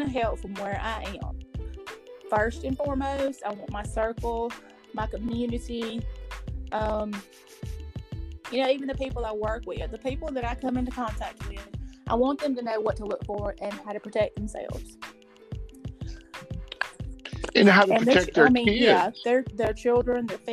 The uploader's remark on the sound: we had some strange popping noise